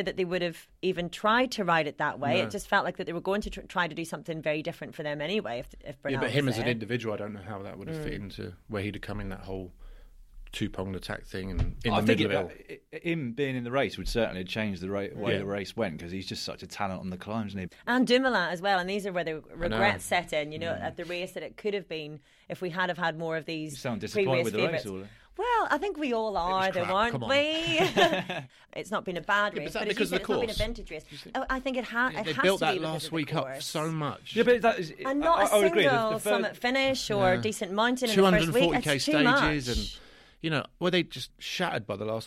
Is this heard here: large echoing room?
no